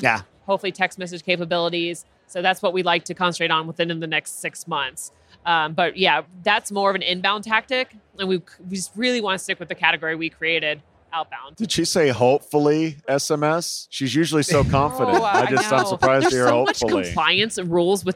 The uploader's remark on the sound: Live from UNLEASH America in the Workhuman booth